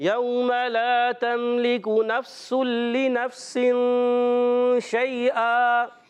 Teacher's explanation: یوما واؤلین ہے، واؤ ساکن سے پہلے زبر، واؤلین نرمی سے ادا کریں گے. یوما میم کی زبر کو کھینچنا نہیں، لا اس کو کھینچنا ہے ایک الف.